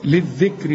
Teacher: طبعا الكاف هنا واحنا خدناها بس بعد ذلك الكاف هنا ساكنة، فعند الوقف ترجع للذال عشان تشوفها اذا كانت مفتوحة فخم مكسورة رقق، هنا مكسورة، فاذا وقفت تقول ايه للذكر للذكر. طب وعند الوصل بقى برضو الراء مكسورة فترق